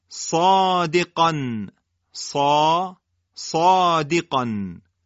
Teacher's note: مثال بزنیم، کلمه صادقان، صا صادقان، شما صاد و قاف رو ببینید که حالت استعلا داره، الفی که در واقع اینجا بر سر صاد و قاف اومده از حرف قبل خودش تبعیت کرده و لذا درشت ادا میشه، صا صادقان، قن قاف درشته، الف هم اینجا درشت میشه.